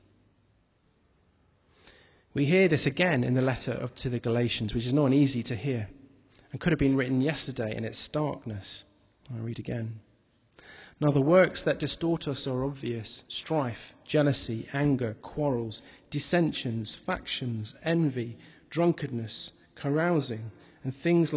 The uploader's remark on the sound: recorded at the Moot Eucharist in Epiphany 2012